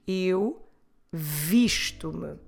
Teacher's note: On the first person of the verb, I get dressed, we have the sound vish.